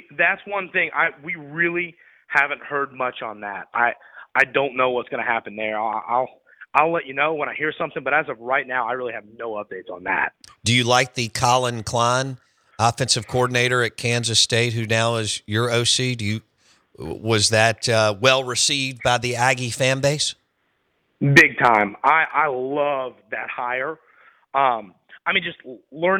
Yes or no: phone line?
yes